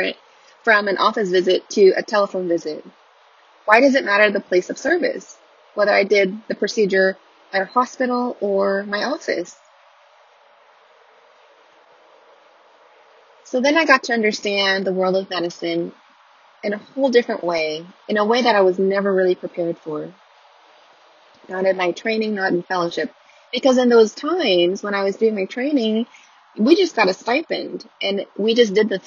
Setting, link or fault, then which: setting, inside a vehicle